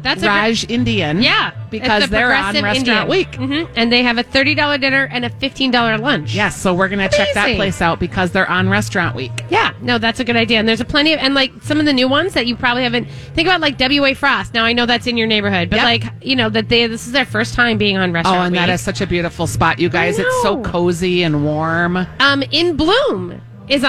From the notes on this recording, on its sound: broadcasting live at Southern Lights